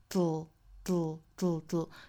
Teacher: 应该发一个舌边爆破的 d dd。舌边爆破音要求我们舌尖抵上齿龈之后呢，用舌头两边去送气啊